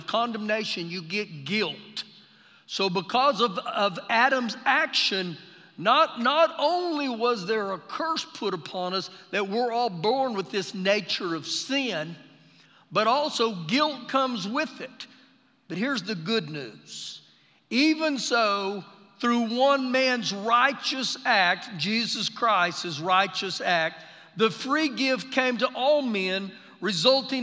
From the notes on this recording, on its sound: Recorded live during our Sunday morning service.